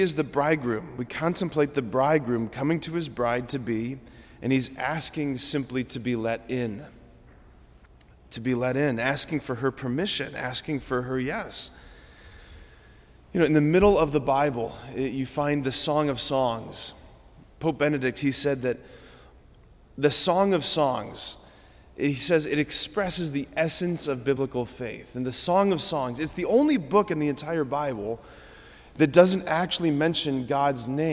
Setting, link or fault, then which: setting, large echoing room